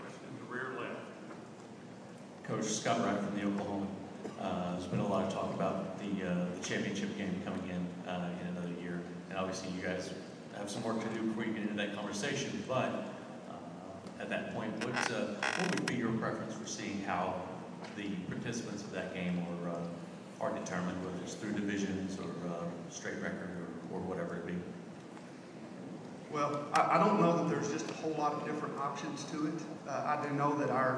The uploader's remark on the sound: Q&A at Big 12 media days 2016